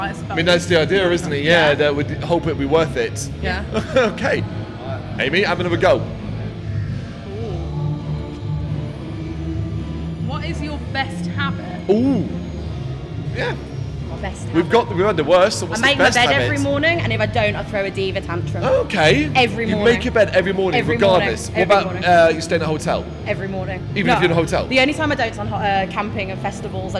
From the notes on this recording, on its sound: Live From AoniaFest V. Live at the festival.